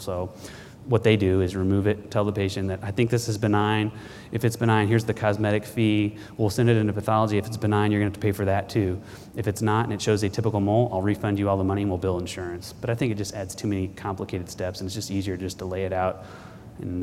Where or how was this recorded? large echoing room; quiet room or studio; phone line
large echoing room